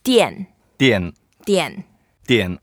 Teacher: It's the fourth tone, so we have to go down and we say 店。